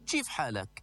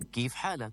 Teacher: تحويل بعض الفلاحين وسكان القرى حرف الكاف إلى شين معطشة، أي ما يشبه حرف تش · Shown in: first take · Term: الكشكشة